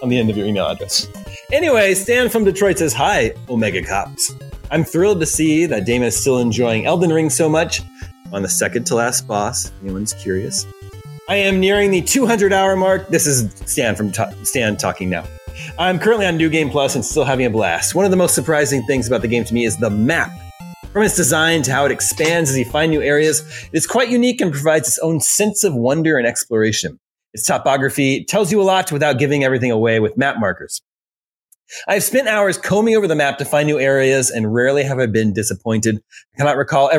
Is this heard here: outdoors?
no